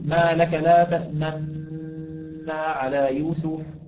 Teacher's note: الوجه الأول وهو الإشمام وهو الأشهر وهو الأكثر شهرة، تقول: ما لك لا تأمنا على يوسف، عندما تبدأ بنطق النون مع غنتها تضم الشفتين إلى الأمام بشكل مقبب، فعندما تنهي الغنة ترجع شفتيك إلى الخلف وهي مع زمن النون